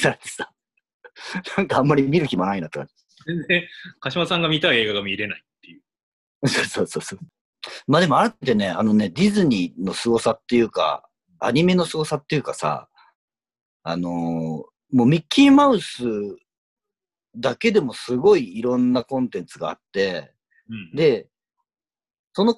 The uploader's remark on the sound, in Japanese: 今回もリモートで収録しております。